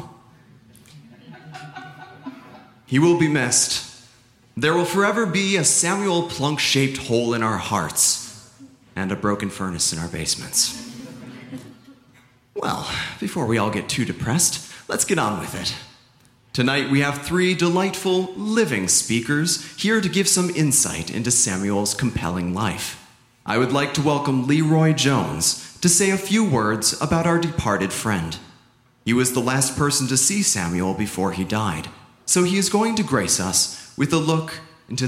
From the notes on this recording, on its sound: The Live Funeral at Chicago Podcast Festival 2018. Performed at the 2018 Chicago Podcast Festival.